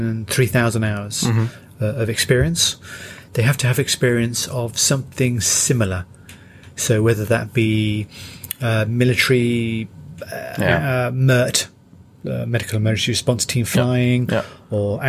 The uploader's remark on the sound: on a short flight to their hangar at RAF Northolt